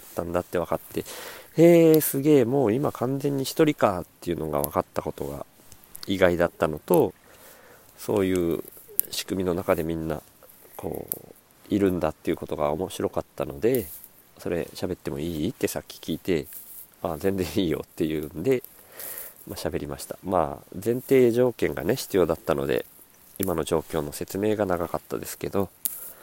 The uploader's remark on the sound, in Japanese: 苗代 に敷いた藁の隙間から生えたスギナを取りながら録音